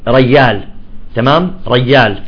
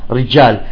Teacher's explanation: لأنه المخرج واحد، فالياء قريبة من الجيم تطلع بدالة، يعني ما بيكلف نفسه أنه يضرب لسانه بسقف الحلق فتطلع ياء · Shown in: first take